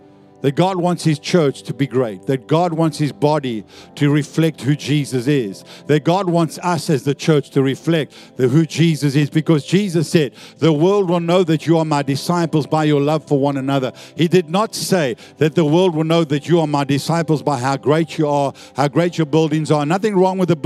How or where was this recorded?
large echoing room